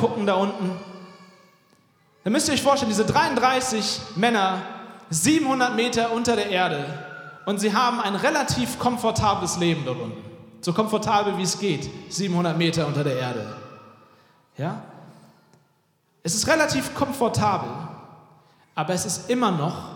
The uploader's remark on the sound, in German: Weihnachtspredigt 2023 aus dem Felsenkeller Leipzig.